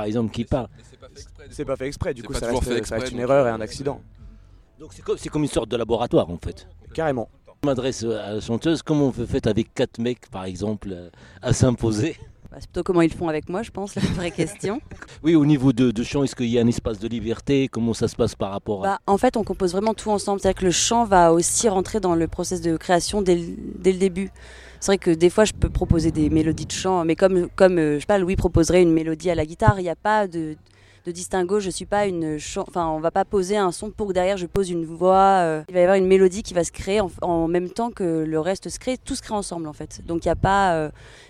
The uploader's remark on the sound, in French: En Direct De Terre Du Son. Emission Terres du Son 2022 – Le plateau radio RFL101. Au Domaine de Candé à Monts, Terres du Son ! Depuis la prairie de Terres du Son.